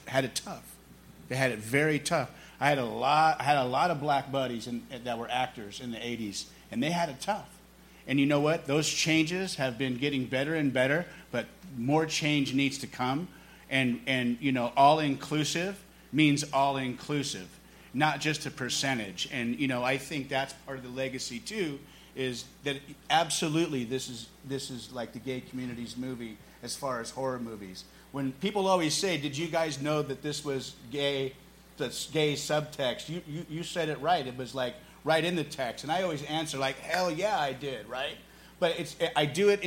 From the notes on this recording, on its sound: There's a catch: it's LIVE! As part of Fantastic Fest's queer horror sidebar.